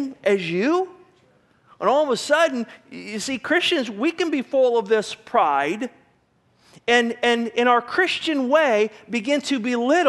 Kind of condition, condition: setting, large echoing room